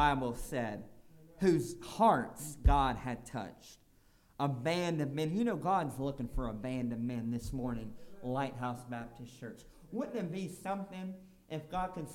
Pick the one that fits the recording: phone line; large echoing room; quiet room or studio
large echoing room